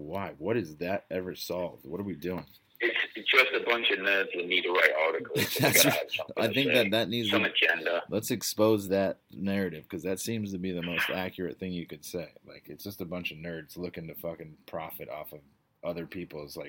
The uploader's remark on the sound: The audio got really messed up this week so do what you can to listen. Not sure how it happen.